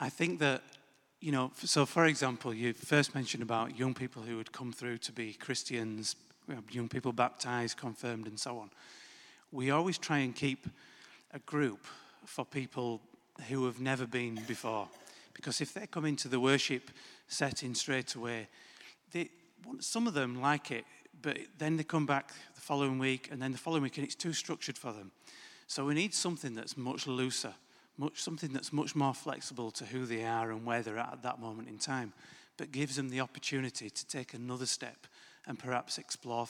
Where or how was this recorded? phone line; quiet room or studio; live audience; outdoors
live audience